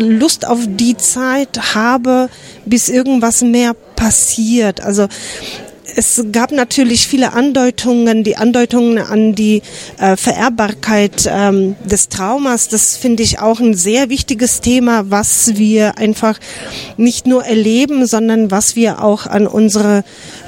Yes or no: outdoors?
yes